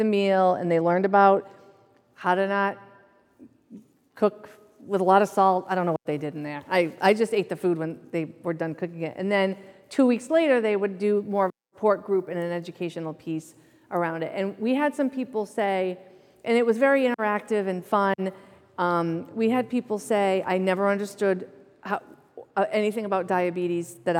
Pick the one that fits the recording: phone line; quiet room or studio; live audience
live audience